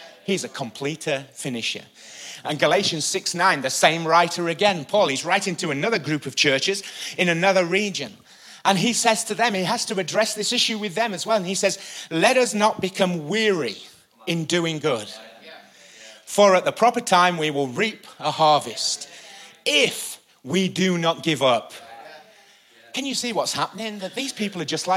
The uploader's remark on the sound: Recorded live at the Chesterfield Campus this is the message from the evening service on the 29th September 19.